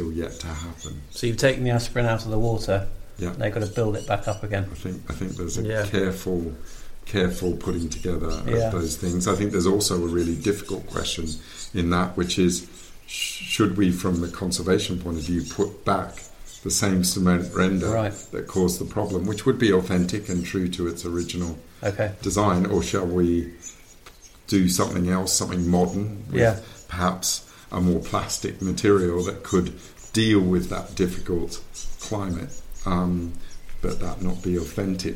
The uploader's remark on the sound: (and some rather sweet special guests) on location at one of his current projects in the verdant countryside of East Sussex.